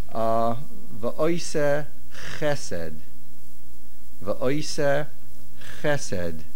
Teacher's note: The main accent of this word chesed is on the ches. And that affected the word before it and becomes va'oise on the ayin.